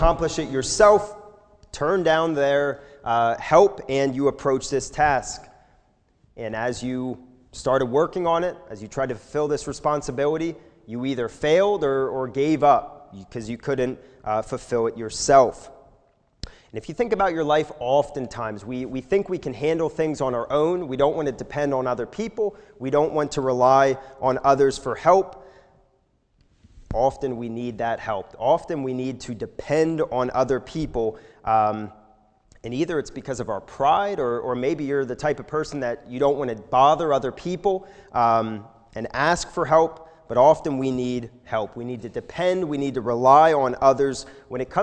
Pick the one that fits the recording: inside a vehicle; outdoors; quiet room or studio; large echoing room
large echoing room